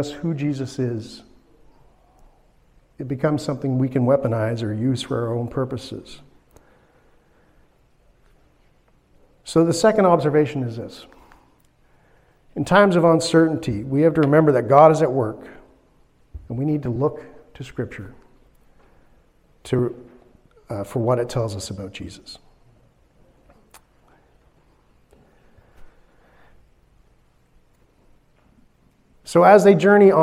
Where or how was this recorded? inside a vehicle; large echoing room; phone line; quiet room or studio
large echoing room